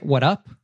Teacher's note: that's removing the S at the end of what's and having the connected speech there with the American T.